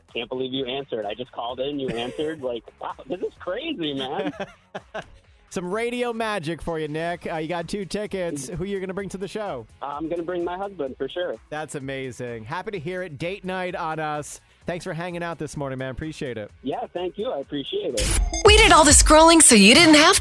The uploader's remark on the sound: Listeners call in to share what they think is best